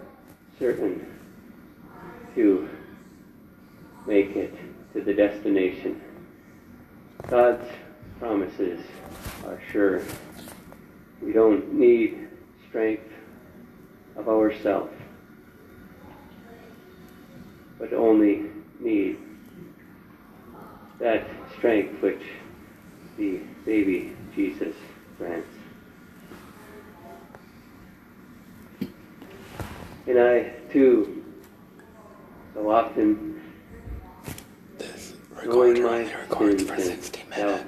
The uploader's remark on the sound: Rockford Leastdian Lutheran Church Recording 2021